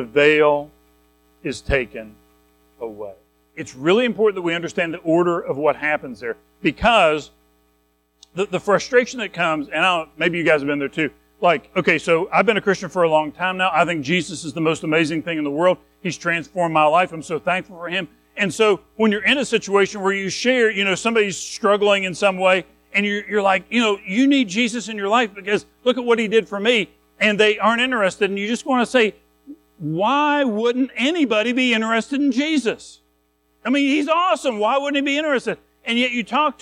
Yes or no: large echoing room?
yes